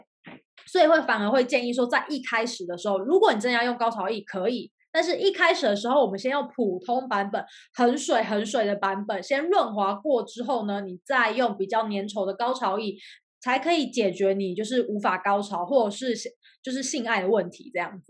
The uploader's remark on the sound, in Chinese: 本集採遠距錄音，因網路問題，時有斷訊、音訊不良或是雜音狀況產生